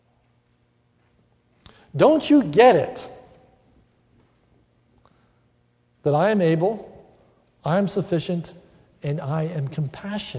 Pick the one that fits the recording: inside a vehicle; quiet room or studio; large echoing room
large echoing room